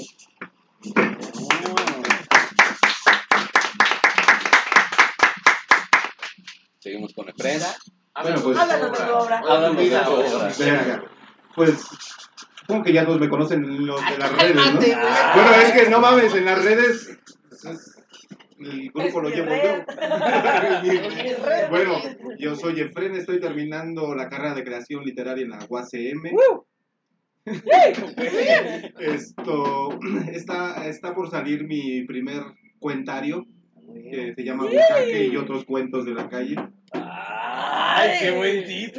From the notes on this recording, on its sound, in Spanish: Leemos nuestras pasiones y dolores ante el cautivo público del Café Marabunta.